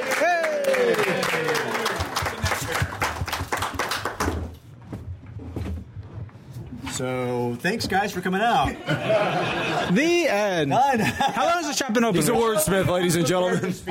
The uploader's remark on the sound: Live from Zeus Comics in Dallas, Texas!